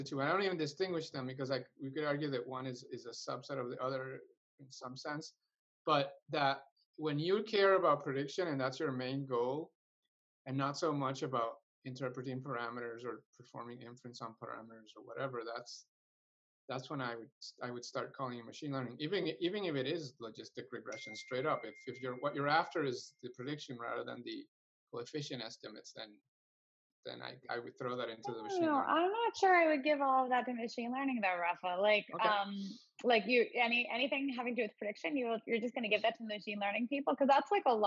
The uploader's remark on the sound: Our Data Science Zoominars feature interactive conversation with data science experts and a Q+A session